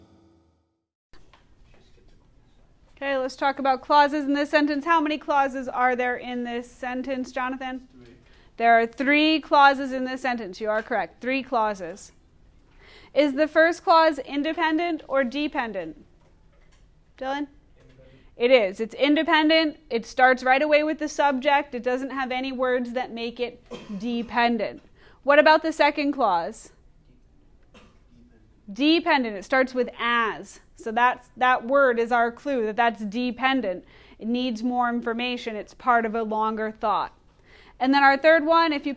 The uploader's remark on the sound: Recorded in class on 10/30/2019